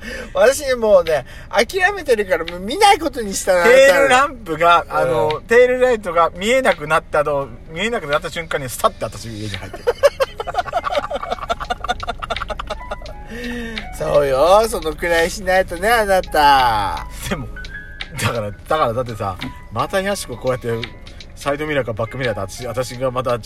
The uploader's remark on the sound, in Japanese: パーキング収録